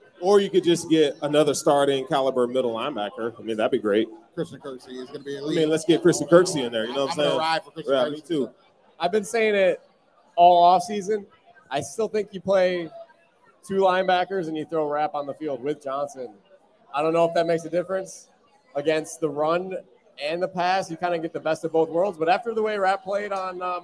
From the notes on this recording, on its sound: Resurgence LIVE. Joined together for a live recording at Resurgence Brewing the night before the Home Opener.